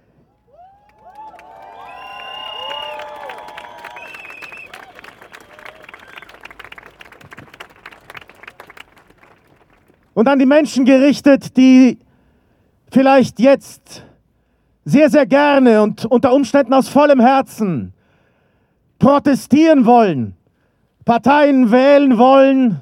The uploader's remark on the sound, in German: Demokratie-verteidigen-Kundgebung von Fridays for Future. In Wien. An einem Lichtermeer unter dem Titel „Demokratie Verteidigen“ von Fridays For Future vor dem Parlament. Unbearbeitete Aufnahme der Reden auf der Kundgebung.